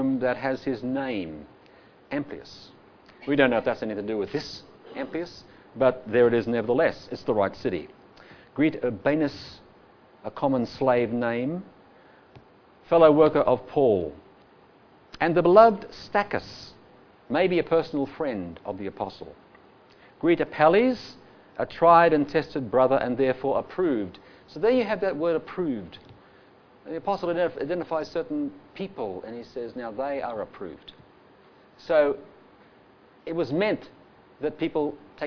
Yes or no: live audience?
yes